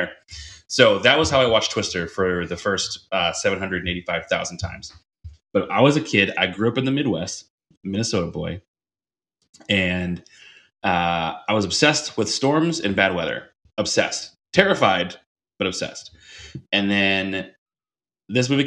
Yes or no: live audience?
no